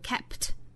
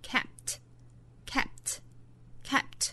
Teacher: 要注意上下嘴唇眯一下闭合，形成一个 p 的口型，但是不摆出后面的爆破的动作 · Shown in: second take · Term: 失去爆破